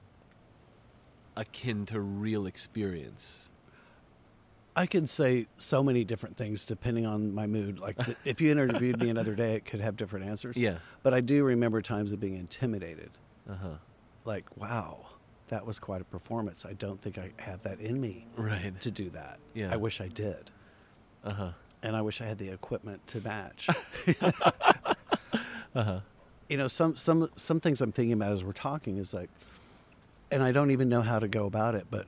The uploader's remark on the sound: We had this conversation in the garden outside his home in Silver Lake in Los Angeles.